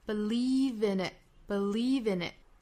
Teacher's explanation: believe 这个词我们注意后面是紧元音哈，不要读成了 believe,应该是 believe,左右嘴角要有一个用力向两边拉开的一个动作 believe in it, believe in it,和后面两个词做连读就是 in itVin